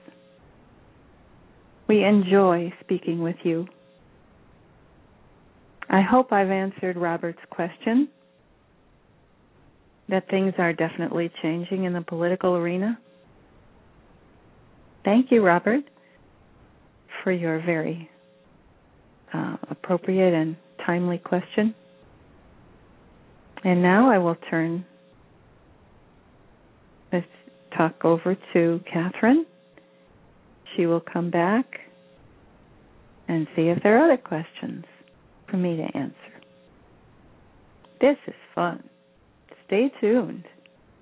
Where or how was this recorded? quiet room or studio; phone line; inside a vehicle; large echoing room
phone line